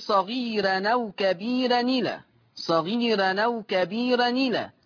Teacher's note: عندي صغيرا أو كبيرا إلى، صغيرا أو كبيرا إلى، السبب طبعا عندي 2 راء مرققة، صغيرة وكبيرة، ما هو سبب الترقيق؟ لأنها مفتوحة ومسبوقة بياء مادية